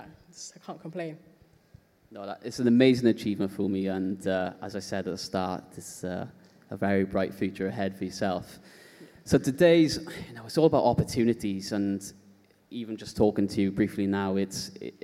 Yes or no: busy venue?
yes